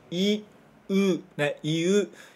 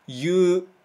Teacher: Todos os japoneses também falam muitas vezes, em vez de falar iu, fala yu, né? Fala realmente como y, u, u, yu, né?